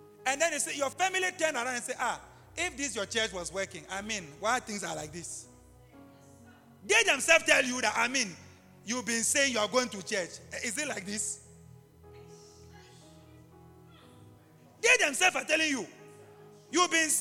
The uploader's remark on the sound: LIVE AT ABC ROBEGA